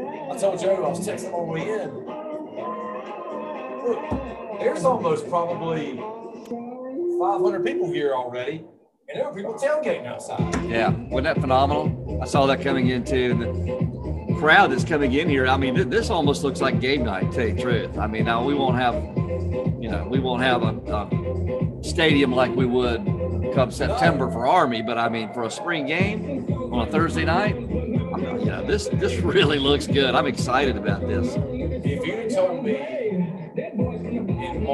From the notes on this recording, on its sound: live at the Spring Game!